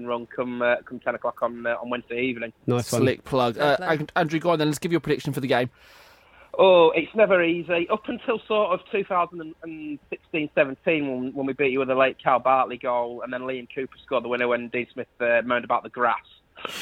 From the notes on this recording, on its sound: Assembled at LoveSport central on Monday evening. We also hear the thoughts of both sets of fans after the final. Joins us on the line.